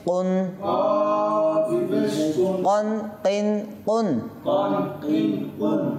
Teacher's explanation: گورا تالور نورمانشو অর্থাৎ তালুতে দেখেন এক জায়গায় নরম আছে হ্যাঁ ওই জিব্বার গোড়াটা ওই তালুর নরম অংশতে লাগবে · Term: قافر مخرج